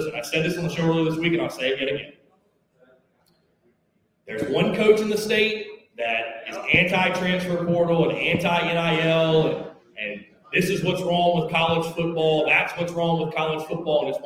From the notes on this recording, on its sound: all live from Tin Roof in The Vista